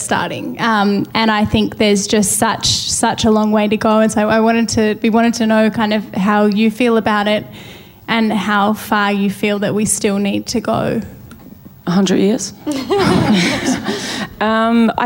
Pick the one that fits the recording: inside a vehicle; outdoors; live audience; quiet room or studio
live audience